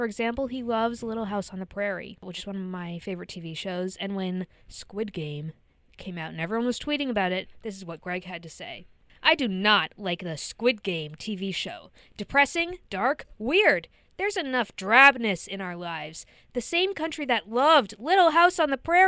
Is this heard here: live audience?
no